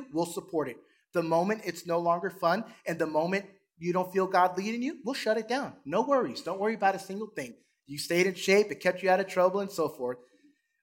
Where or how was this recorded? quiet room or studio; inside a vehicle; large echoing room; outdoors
large echoing room